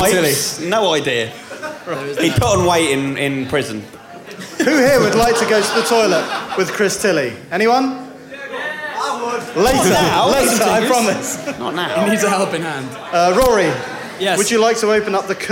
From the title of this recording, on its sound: Live From London